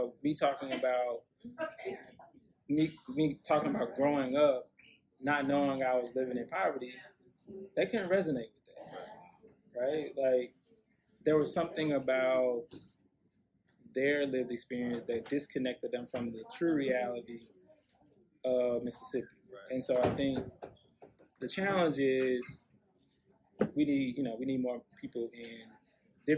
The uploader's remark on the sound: in Greenville Mississippi at his mens entrepreneurship conference on April 15, 2023.